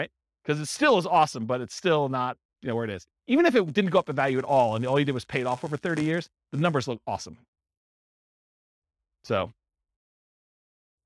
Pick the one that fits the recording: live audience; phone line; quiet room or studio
live audience